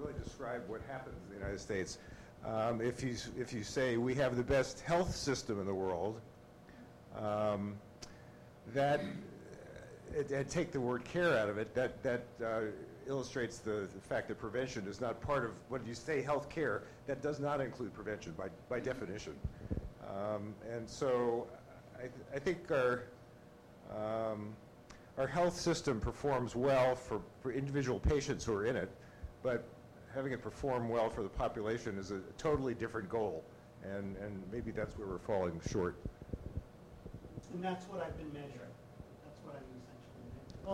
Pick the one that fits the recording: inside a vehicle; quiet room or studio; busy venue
busy venue